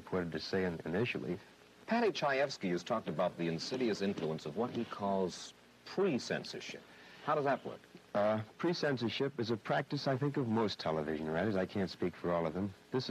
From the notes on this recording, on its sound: at the Kelly’s Olympian open mic